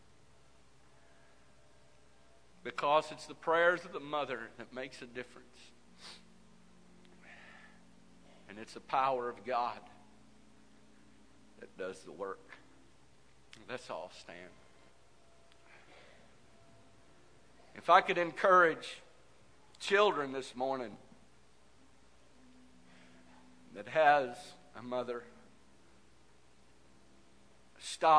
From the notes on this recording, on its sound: This message is broadcast live from First Pentecostal Church of Silsbee Texas.